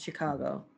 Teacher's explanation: I think maybe more places pronounce it as an SH sound, Chicago.